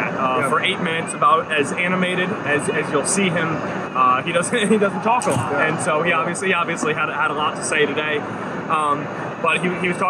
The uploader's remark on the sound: Immediately after the game. Met up on the field at NRG Stadium to record their instant reactions.